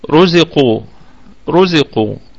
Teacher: رزقوا، رزقوا، عندنا الراء مفخمة، وإحنا بينا أن الراء لما نقول مفخمة فهي مفخمة أو مرققة، يعني ليس لها درجات تفخيم ولا درجات ترقيق، هي إما مفخمة وإما مرققة. والقاف في الدرجة الثالثة من درجات التفخيم، وبقية الكلمة كلها مرققة. القاف أيضا فيها قلقلة نسبية وفيها مد طبيعي وقفا ووصلا، يبقى نقف على الكلمة دي بالمد الطبيعي، وأيضا في الوصل هي مد طبيعي لأن القاف أتت مضمومة وأتى حرف المد بعدها.